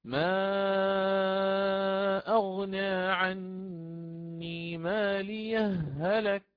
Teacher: وأشدد على الهاء بالنبري · Term: الإدغام